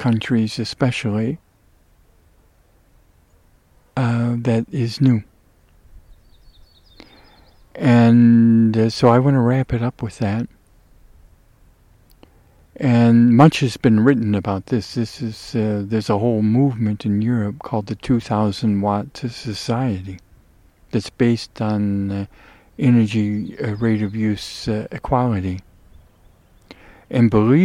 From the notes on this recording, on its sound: The meadow/ forest ecotone, where recording was made, OREGON.